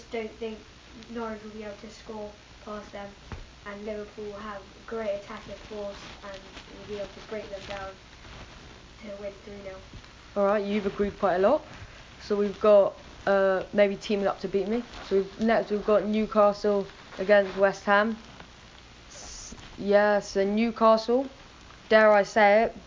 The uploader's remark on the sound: Sorry about the Mic.